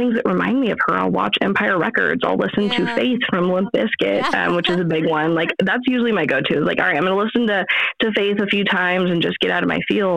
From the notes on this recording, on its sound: Our phone connection was a little wonky.